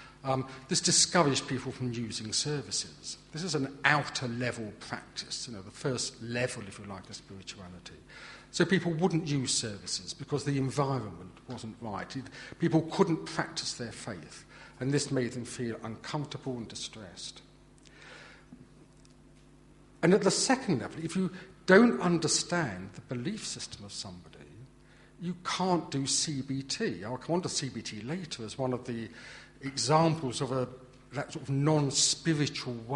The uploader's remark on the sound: From our conference in Bradford in 2009.